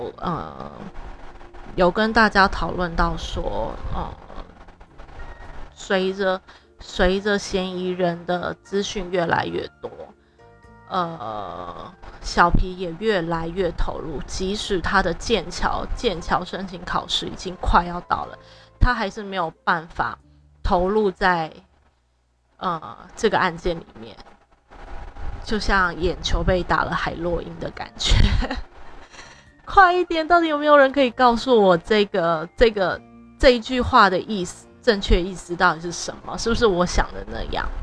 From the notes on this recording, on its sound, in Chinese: 一開始就會有大雜音，建議大家把音量調小。因為錄音設備配置區域有改變，又風扇風力開太強，熊熊直接吹進麥固。回播時確定造成雜音，請見諒視聽，之後會把電風扇調小～超熱。